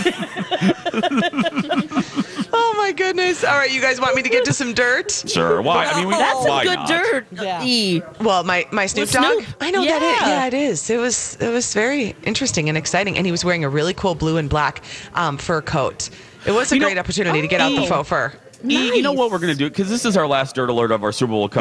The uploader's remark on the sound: broadcast live from the AC Hotel for the Superbowl